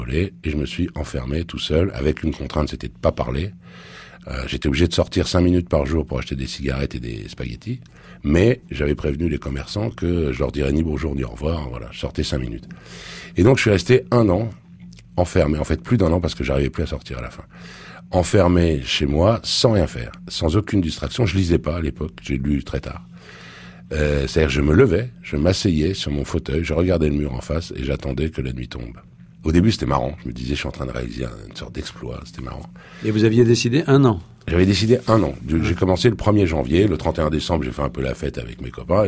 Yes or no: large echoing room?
no